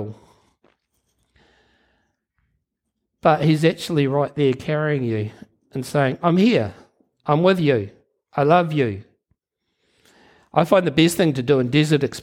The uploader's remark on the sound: Recorded Live at Harvest Life Church, Blenhiem, New Zealand on Sunday 23 January 2022.